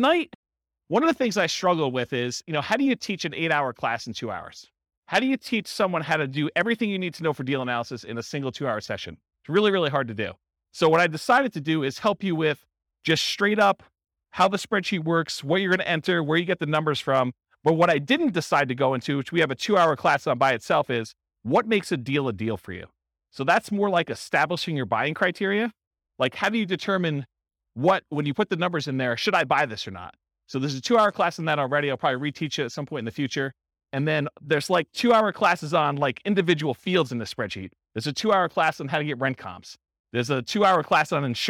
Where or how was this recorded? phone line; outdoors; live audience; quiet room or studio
live audience